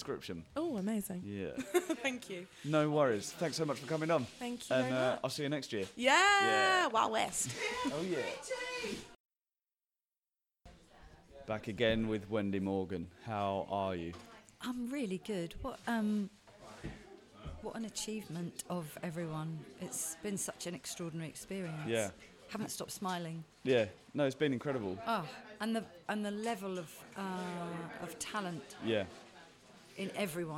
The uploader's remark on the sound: special episode recorded at The Southend 24 hour Improvathon